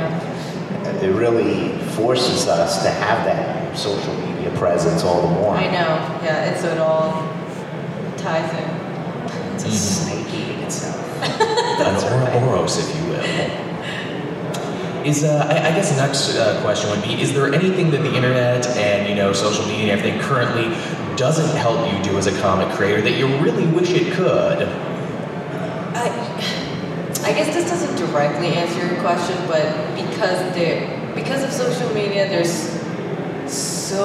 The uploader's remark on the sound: London Comic Con 2018 Panel